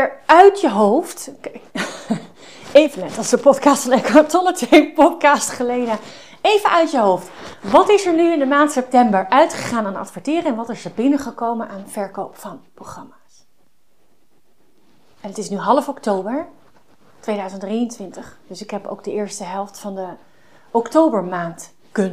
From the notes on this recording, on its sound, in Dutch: En sorry voor de geluiden van mijn sjaal.